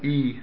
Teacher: An E is made with teeth close together and tongue almost reaching the roof of the mouth near the front.